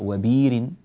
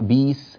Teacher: هذا اسمه الإبدال، بدلنا الهمزة حرف مد